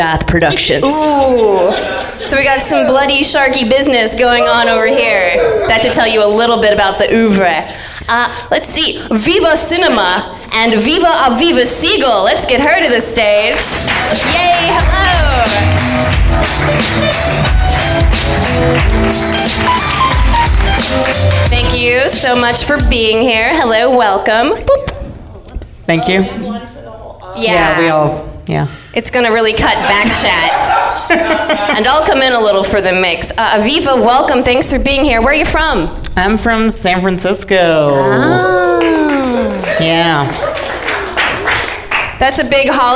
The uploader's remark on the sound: comes to you from the All Jane Comedy Festival!